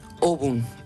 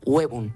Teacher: Esta O en latín era una O tónica, con acento fuerte. En un momento de la evolución del latín al castellano, la O tónica diptongó en UE.